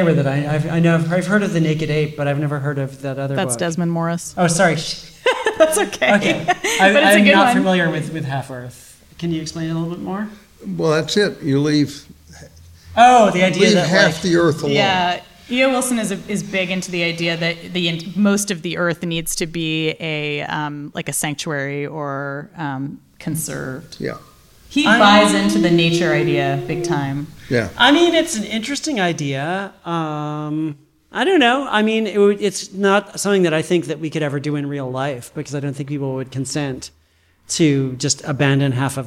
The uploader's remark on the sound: in conversation and Q&A with the audience